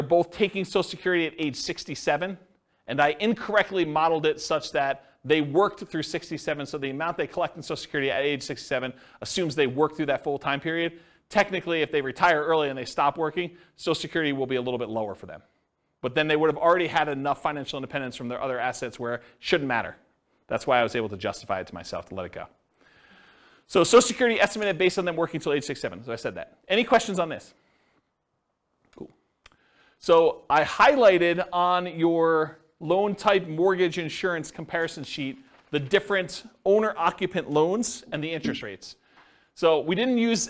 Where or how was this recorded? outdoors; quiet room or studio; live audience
live audience